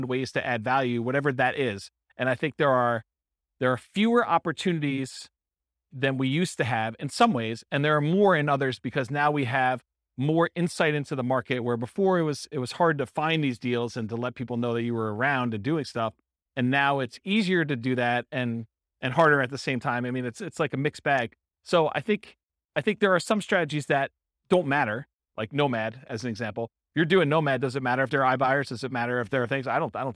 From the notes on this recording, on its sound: Real estate entrepreneurs in Surprise, Arizona. This was a live class recorded.